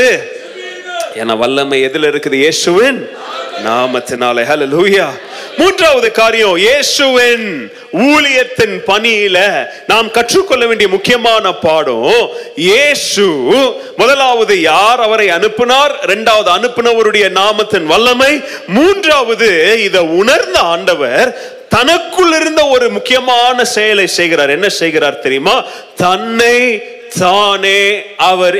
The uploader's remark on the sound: Mission Sunday Second Service Sermon Live